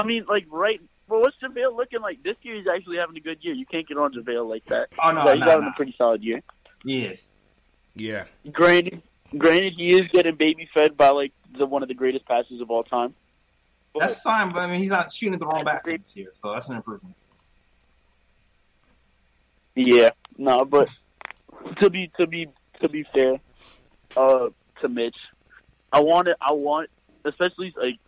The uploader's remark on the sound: Knicks vs. Blazers Post Game Live Reaction & Fan Phone. Take live phone calls from fans around the world.